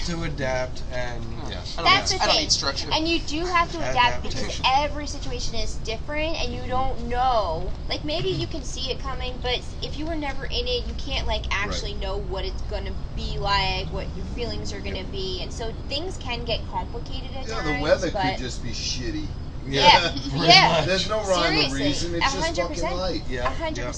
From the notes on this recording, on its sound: A panel of guests. This was recorded the morning after Secret Sinsations hotel takeover, outside in the beautiful sunshine.